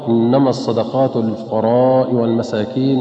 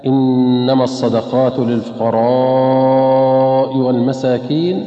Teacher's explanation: مرسلة، أي بالقصر في كلمة الفقراء · Shown in: first take